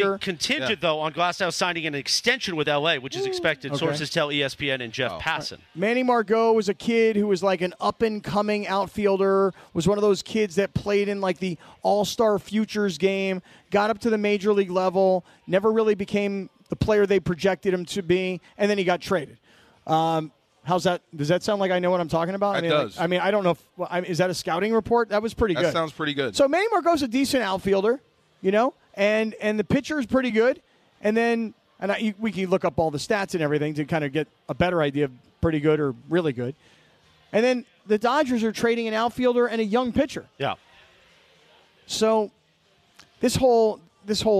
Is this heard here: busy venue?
yes